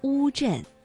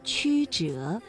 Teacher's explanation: 读乌的时候，舌面的后部是抬高的，而迂呢，舌面的前部是抬高的